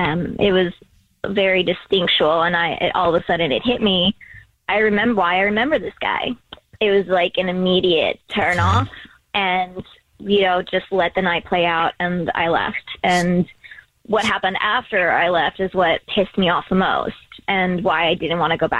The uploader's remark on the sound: We get that other person on the phone to see why they're "ghosting". There is a guy on the phone who is not getting a call back from a date that he went on.